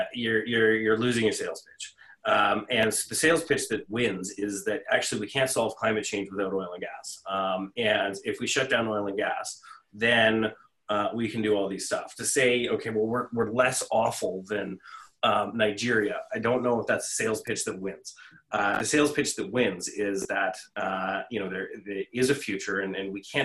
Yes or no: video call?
yes